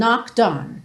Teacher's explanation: Eu pego o D e já junto no on